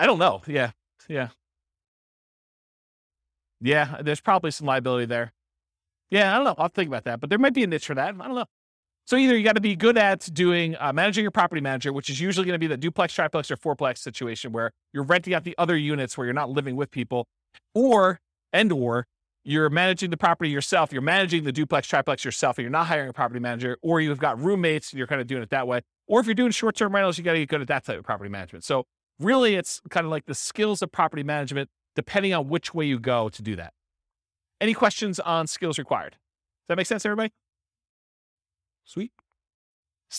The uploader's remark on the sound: This was a live class recorded